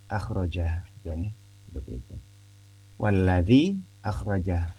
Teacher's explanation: ada bunyi panjang di akhir kata alladhi atau walladhi bertemu dengan hamzah di awal kata akhraja, ya. Nah, berarti memang terpisah secara kata di sini, terpisah. · Term: mad munfasil